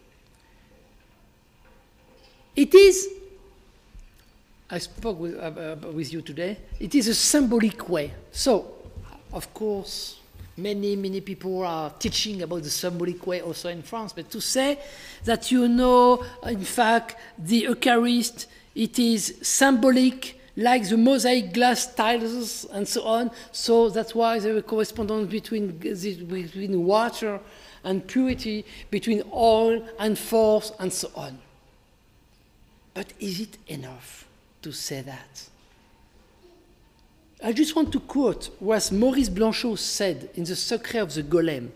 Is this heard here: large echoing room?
yes